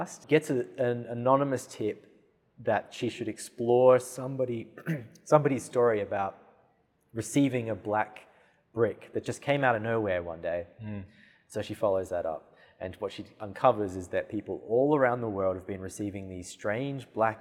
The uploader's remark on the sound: all on location at the RMIT Capitol theatre